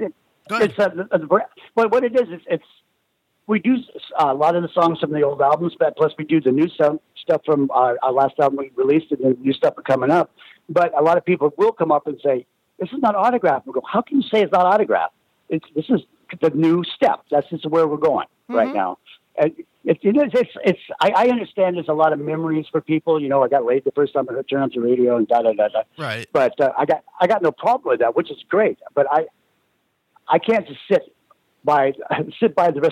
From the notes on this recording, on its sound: Called in to talk.